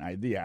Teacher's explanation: accent vient tomber dans deuxième syllabe là, one idea. Alors, moi, c'est idée, vous faites le fait trois syllabes vraiment, I-D-A.